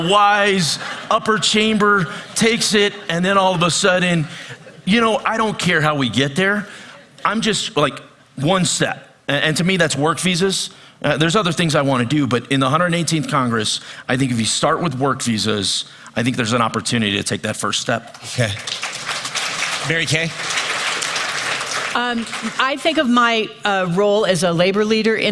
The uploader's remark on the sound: Moderates a panel of experts at the Aspen Ideas Festival.